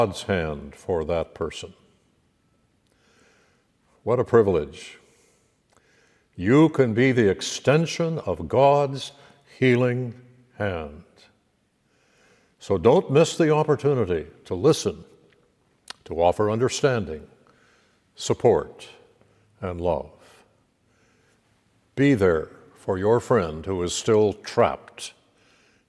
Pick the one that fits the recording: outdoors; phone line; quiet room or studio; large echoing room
large echoing room